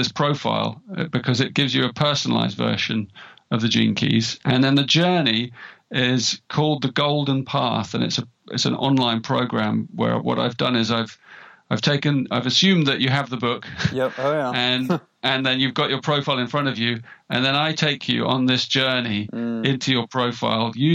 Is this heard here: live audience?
no